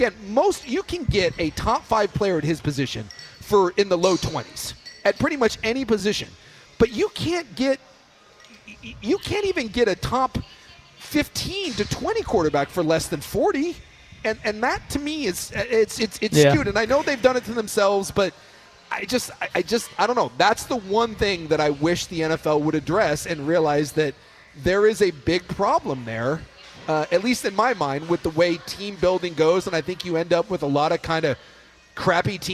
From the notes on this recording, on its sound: we're live from X-Golf